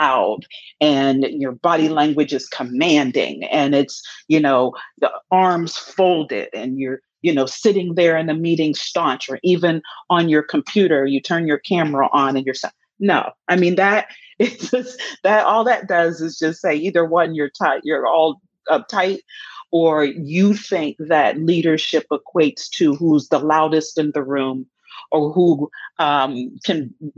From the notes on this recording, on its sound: Some of the Q&As about Executive Presence that took place during a webinar with my fellow University of Michigan Ross School alums.